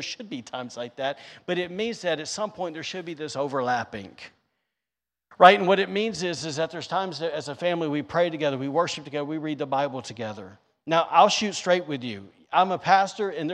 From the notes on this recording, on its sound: recorded on Sunday, July 3rd, 2022, during service at The Anchor Church in Rockport, Maine.